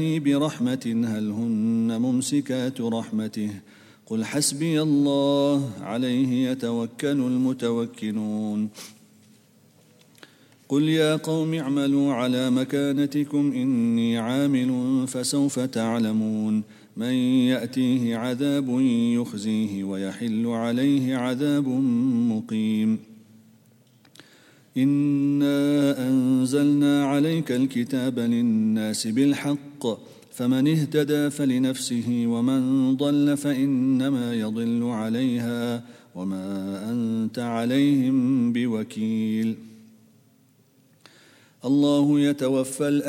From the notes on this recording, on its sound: At the Houghton Masjid (West Street).